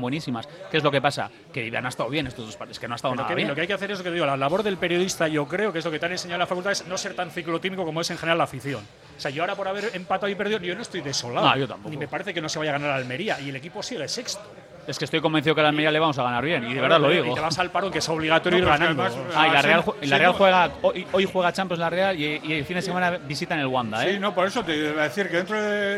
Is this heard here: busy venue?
yes